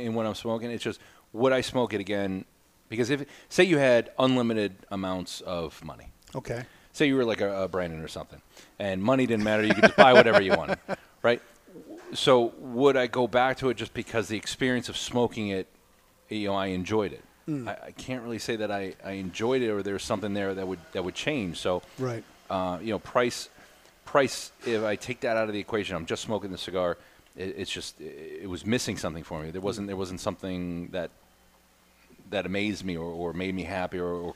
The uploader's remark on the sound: Today's episode has been pre-recorded Live from Two Guys Smoke Shop in sunny Salem, New Hampshire.